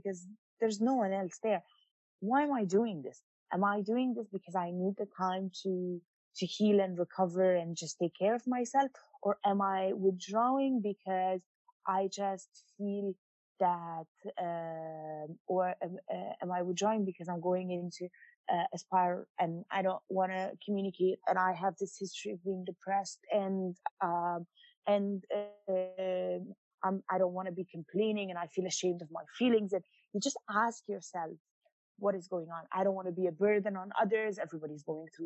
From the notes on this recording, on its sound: checks in via Zoom